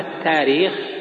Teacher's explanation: طبعا من حيث الأصل الاشتقاقي التأريخ، التأريخ بالهمز لأنها أرخ يؤرخ، الهمز أصلي فيه، أرخ يؤرخ تأريخا. وأما التاريخ فهو تسهيل، والتسهيل موجود في القرآن في الهمز في مواضع كثيرة عند بعض القراء